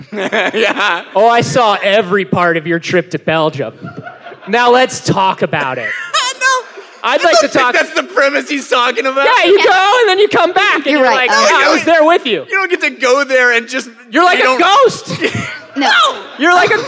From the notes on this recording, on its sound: This one was recorded live at the PAX South convention in San Antonio Texas, and consists entirely of questions from the audience.